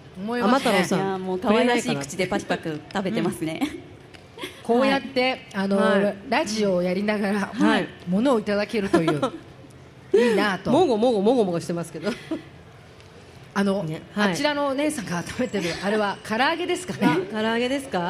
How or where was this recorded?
live audience